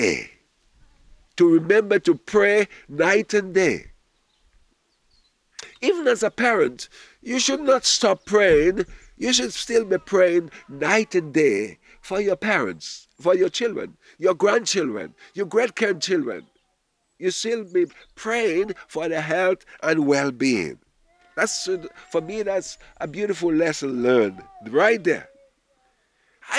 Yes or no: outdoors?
yes